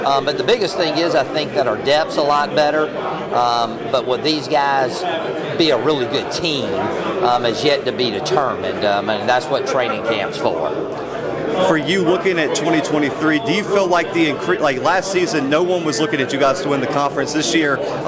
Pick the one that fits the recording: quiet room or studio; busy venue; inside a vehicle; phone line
busy venue